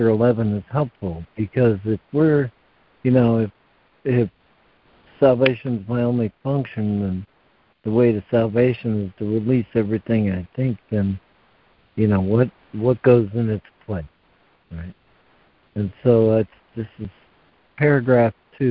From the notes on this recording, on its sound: ACIM Daily Conference Call.